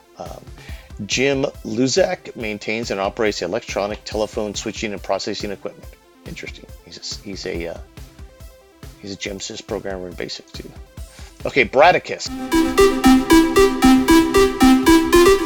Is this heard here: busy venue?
no